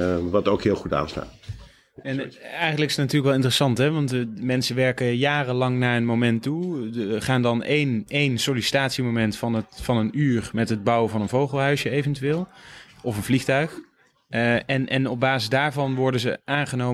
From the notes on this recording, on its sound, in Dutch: Live in een café mét publiek én jonge- en oude klaren.